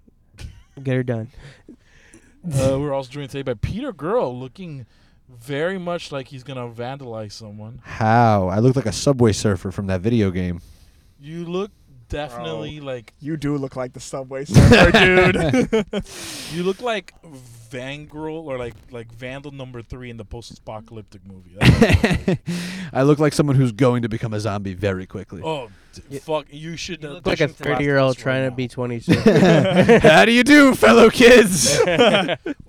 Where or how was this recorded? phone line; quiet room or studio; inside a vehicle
inside a vehicle